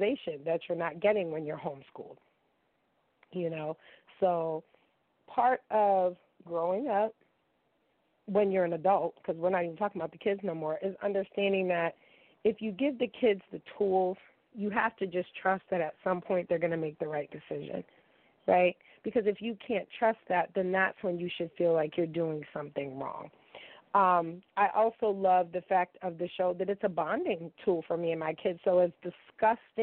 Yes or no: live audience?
no